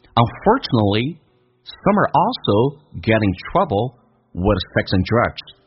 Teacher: some 跟 are 有一个连音， are 可以不被强调，说成个儿化音变成儿， some 跟 are 变成 summer